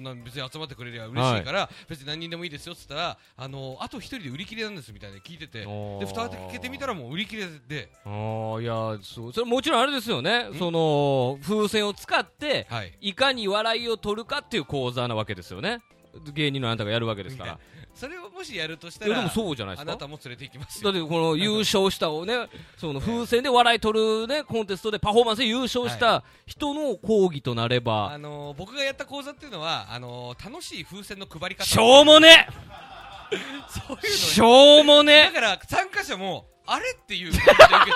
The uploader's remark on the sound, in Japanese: レンゲラウンジにて収録をしたものです。レンゲラウンジVol.4公開収録！